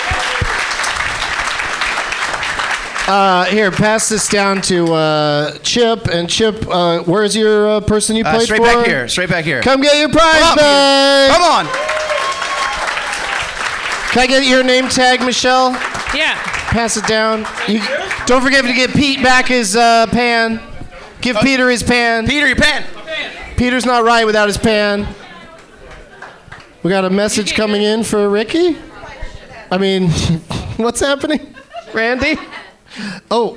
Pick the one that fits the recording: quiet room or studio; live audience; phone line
live audience